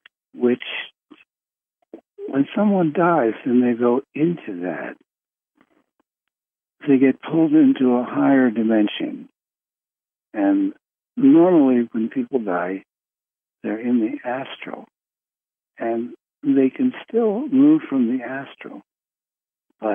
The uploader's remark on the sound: Conference Call LIVE, November 15, 2021